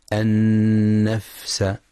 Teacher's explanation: وينتبه لهمس الفاء الساكنة